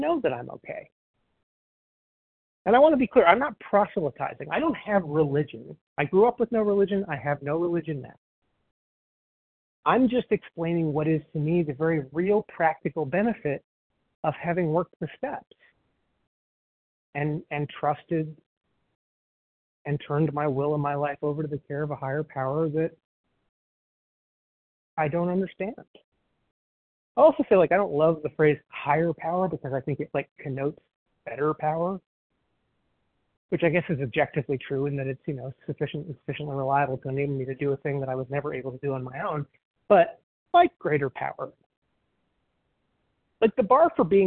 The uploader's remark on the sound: 100 Pounders Phone Meeting